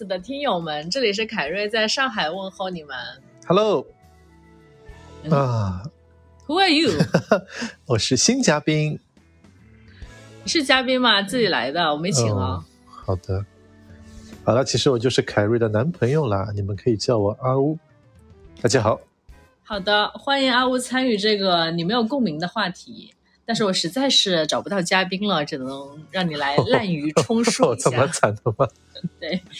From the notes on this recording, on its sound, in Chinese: 因为是一个人的一集。当时钉钉线上会议的收音是真的有点差。